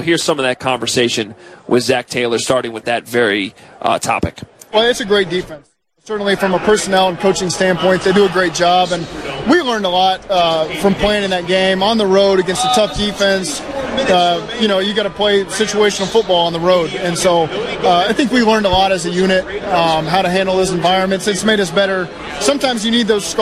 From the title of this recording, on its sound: Live From Radio Row